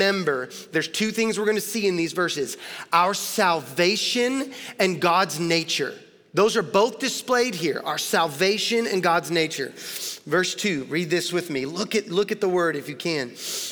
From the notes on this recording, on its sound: Recorded live at Long Hollow Church on July 26, 2022.